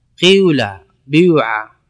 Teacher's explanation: أما الإشمام فهو أن تأتي بكسرة مشوبة بشيء من صوت الضمة